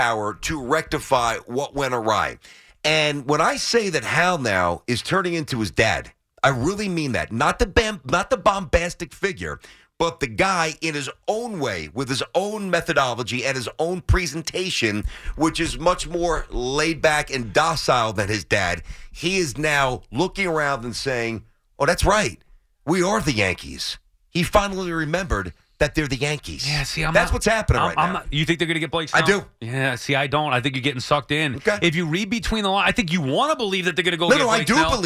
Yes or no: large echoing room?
no